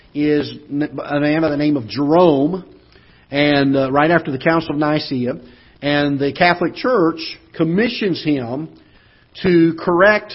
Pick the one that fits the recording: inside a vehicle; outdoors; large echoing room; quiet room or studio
large echoing room